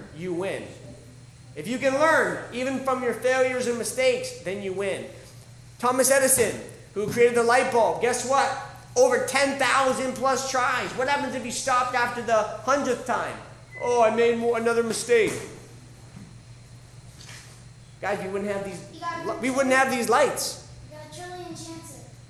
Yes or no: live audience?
yes